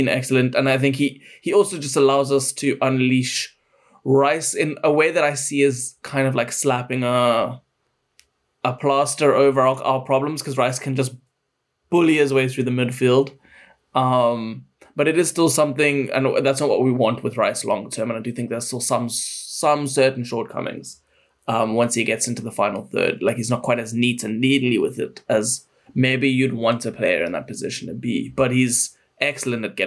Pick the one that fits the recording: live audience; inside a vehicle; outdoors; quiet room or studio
quiet room or studio